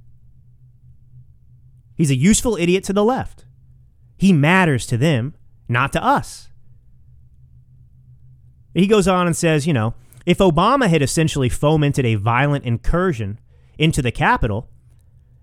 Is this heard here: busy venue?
no